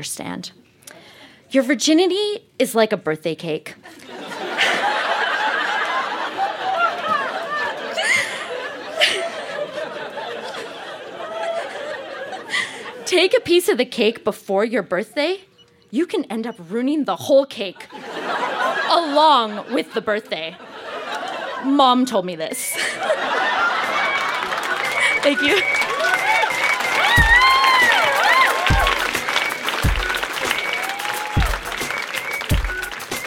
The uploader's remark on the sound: Recorded live at Yuk Yuk's in Calgary, AB.